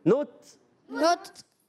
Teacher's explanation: نون پر ہونٹ گول ہو جائیں گے، نوت اور تا پر کھل جائیں گے